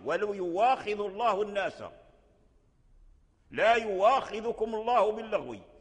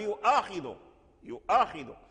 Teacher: فيؤاخذ الألف جاء بعد الهمز، ورش يبدل هذه الهمزة واو · Shown in: first take · Term: أبدل الهمزة واو